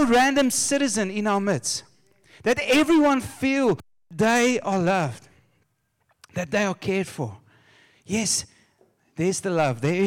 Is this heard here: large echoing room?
yes